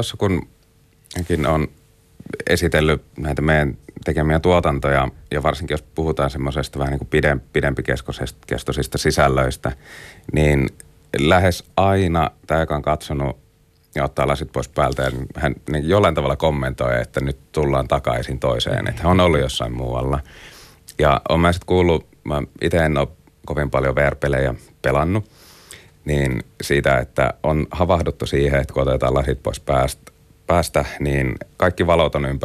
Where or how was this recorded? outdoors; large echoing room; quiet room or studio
quiet room or studio